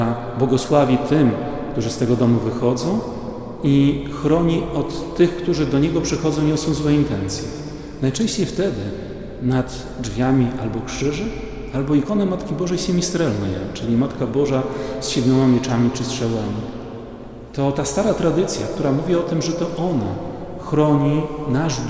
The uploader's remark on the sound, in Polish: Nagranie pochodzi ze spotkania w parafii św. Jerzego Zwycięzcy w Białymstoku.